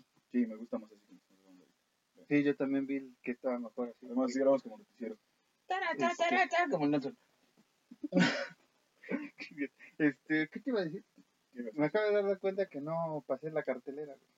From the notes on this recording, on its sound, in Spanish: DISCULPE LOS PROBLEMAS EN EL AUDIO, UN DEMONIO SABOTEO ESTE EPISODIO.